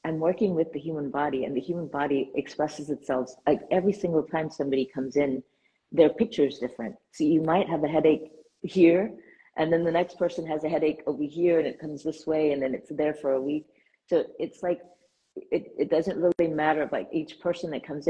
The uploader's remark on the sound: was recorded live on Instagram.